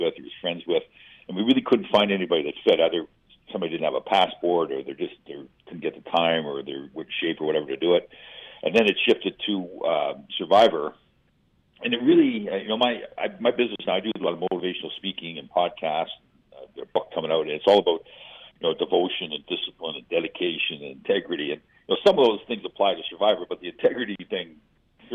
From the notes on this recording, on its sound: hops on the phone